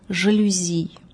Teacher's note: Происхождение слова французское, следовательно, произносится оно с ударением на последнем слоге